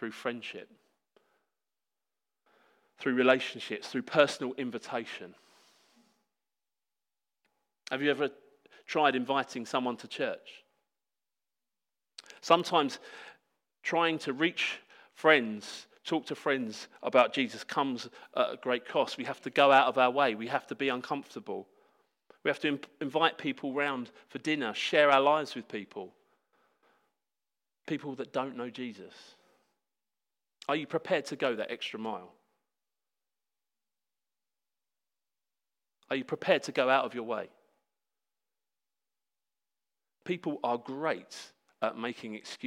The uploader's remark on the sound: Sermon preached at Hope Church Sevenoaks UK